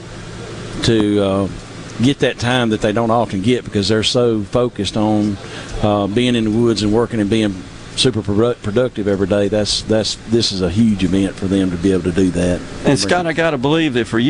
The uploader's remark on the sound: broadcasting LIVE on location from The Mid-South Forestry Equipment Show in Starkville